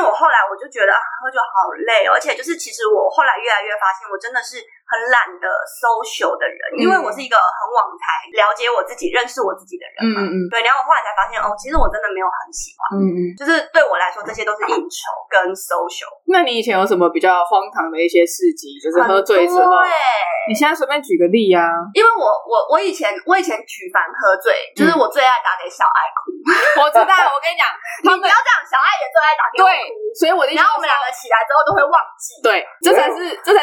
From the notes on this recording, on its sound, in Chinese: 本集音質不好